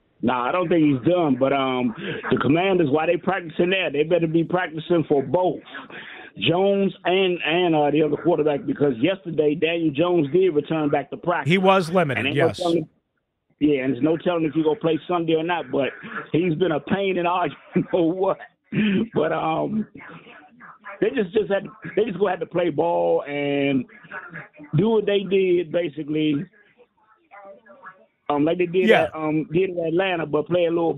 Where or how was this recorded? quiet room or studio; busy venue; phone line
phone line